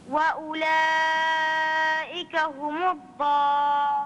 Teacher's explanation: أولئك أربع والضالون ست حركات · Term: المدود